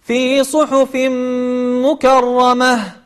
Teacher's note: التاء المربوطة عند الوقف تكون تنقلب إلى هاء